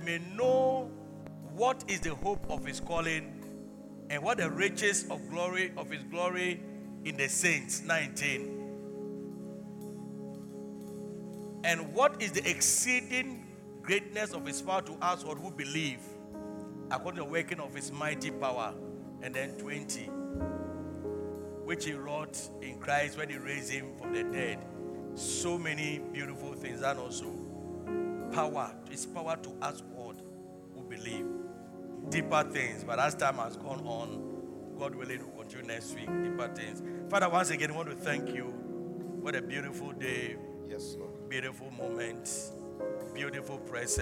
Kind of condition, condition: setting, large echoing room